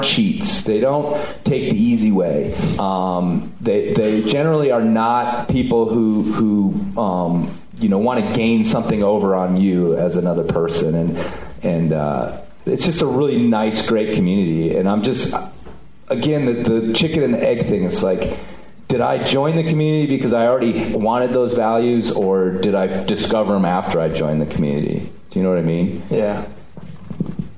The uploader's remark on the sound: Live at 5Point. We tape a live one in front of an audience at for the 5Point Film Festival.